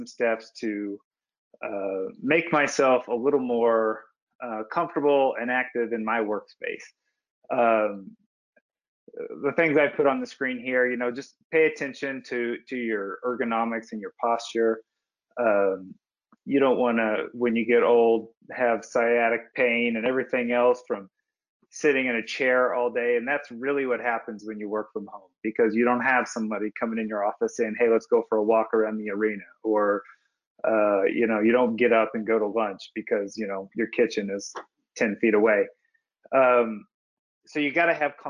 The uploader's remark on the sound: Part 3 of CoSIDA's Listening and Leading webinar series presented by Capital One